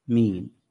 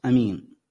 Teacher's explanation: آمين وهي اللغة الفصيحة الأشهر عند العرب آمين، واللغة الثانية بالقصر أمين